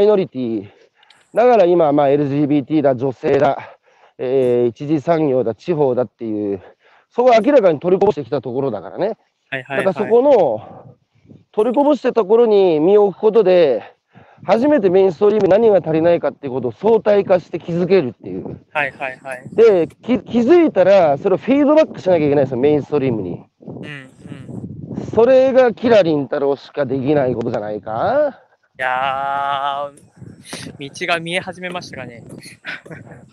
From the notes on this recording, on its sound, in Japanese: 歩きながら1時間、対談する